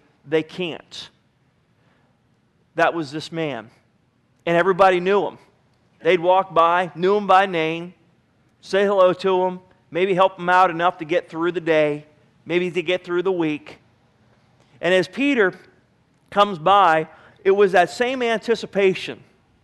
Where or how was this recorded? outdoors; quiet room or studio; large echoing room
large echoing room